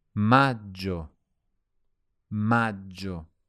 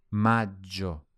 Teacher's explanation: there's a double G pronounced J, which should be nice and long.